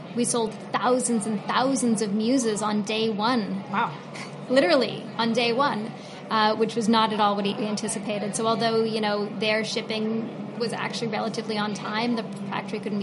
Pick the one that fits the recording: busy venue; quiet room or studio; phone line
busy venue